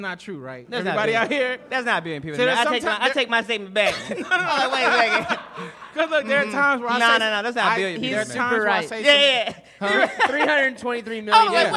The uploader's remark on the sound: The 100th Episode LIVE from Relapse Theater. Live from Relapse Theater in Atlanta GA.